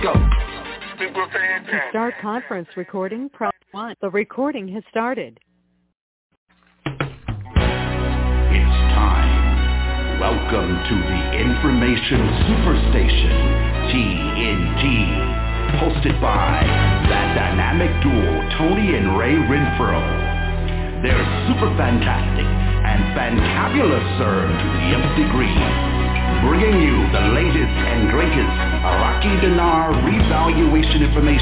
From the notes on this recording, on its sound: TNTSuperfantastic Conference Call - Monday, June 14, 2021